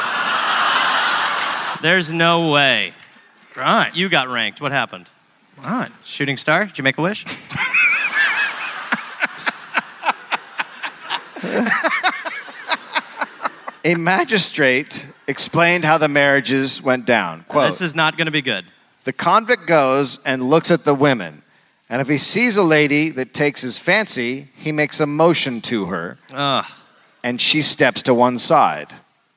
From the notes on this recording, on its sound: Live in Sydney.